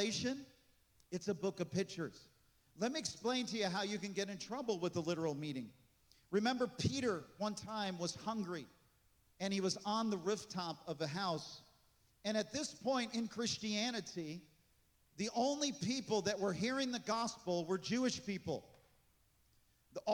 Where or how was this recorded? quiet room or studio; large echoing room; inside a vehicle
large echoing room